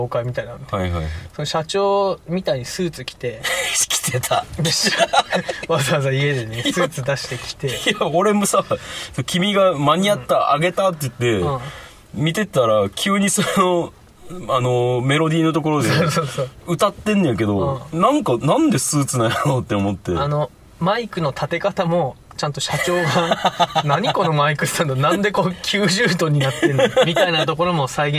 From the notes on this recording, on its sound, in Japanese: 灼熱の車内で録音した与太話！